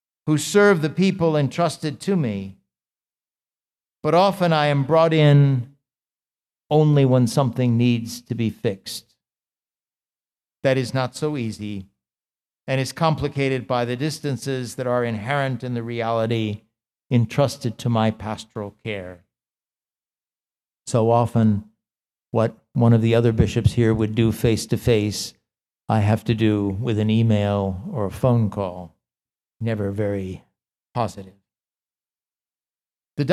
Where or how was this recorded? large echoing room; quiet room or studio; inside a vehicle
large echoing room